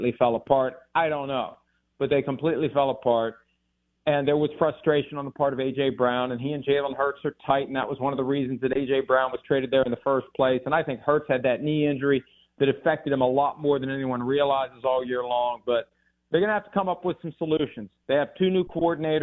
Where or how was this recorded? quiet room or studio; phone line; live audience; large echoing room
phone line